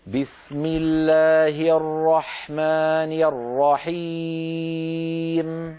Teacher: بكسر الميم كأننا ننطق ياء، لأن الكسرة بنت الياء